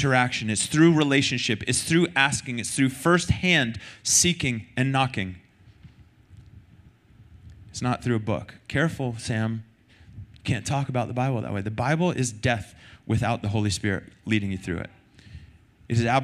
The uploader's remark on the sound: Recorded sunday night service 3-12-2023